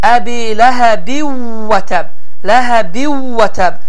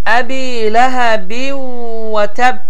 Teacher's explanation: Və uzatma miqdarı 2 hərəkə miqdarındadır və vav hərfi şəddələnir, burundan tələffüz olunur · Shown in: second take · Term: qunnəli